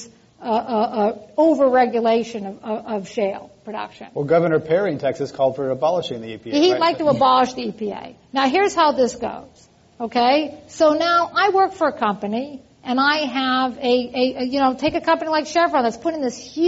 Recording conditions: live audience